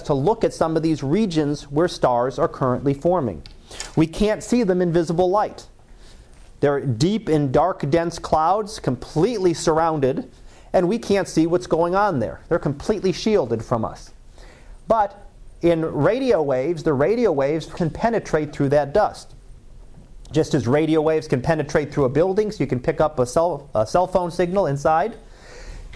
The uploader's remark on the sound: Live Class Lecture